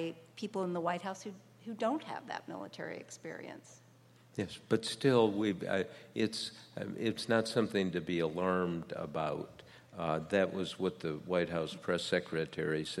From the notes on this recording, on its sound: live on stage at Washington, DC's Warner Theatre